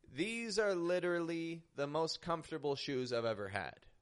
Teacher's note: notice I'm raising my tone on literally to give it that extra emphasis.